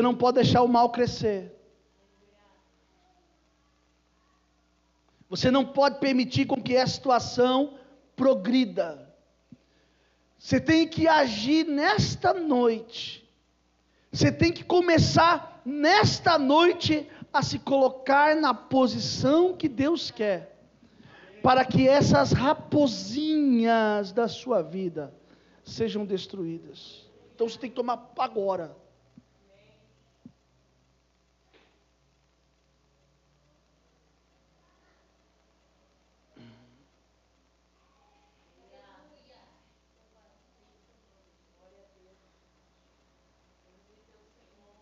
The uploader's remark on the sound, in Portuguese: Culto gravado em 09/01/2022 durante a celebração do culto da família